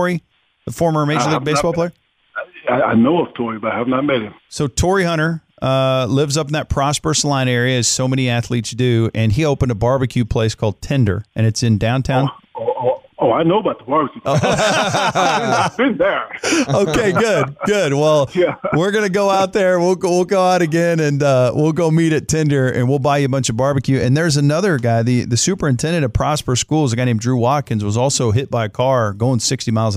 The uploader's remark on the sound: called in to the Ben and Skin show